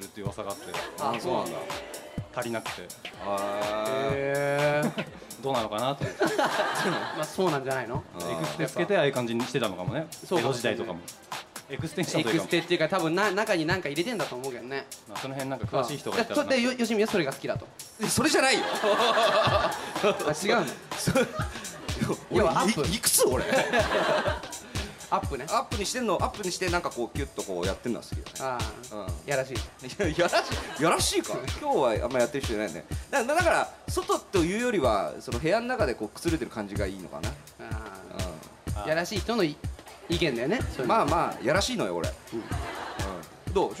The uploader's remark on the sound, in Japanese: 名古屋パルコから公開収録！